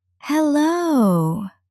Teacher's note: Notice the higher placement and the air in the sound.